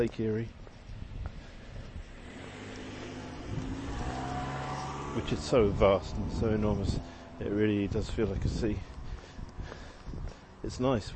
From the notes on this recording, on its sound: Walking home from the T. Pittsburgh's transit system, colloquially known as the 'T' is a rickety tram ride from Downtown into the suburbs in the South Hills and across the river to the North Side. Everyone is on their phones, it rattles and shakes, there are no signs. Short audio clips, often recorded on the move as I'm traveling.